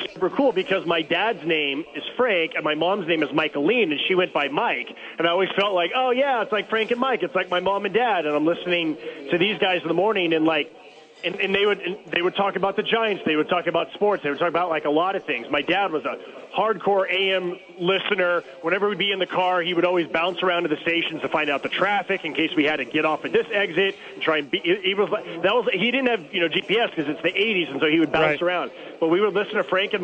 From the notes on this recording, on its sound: live from Hooters